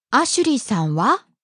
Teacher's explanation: using someone's name and attaching wa with rising intonation is a very common way to ask someone a question that they just asked you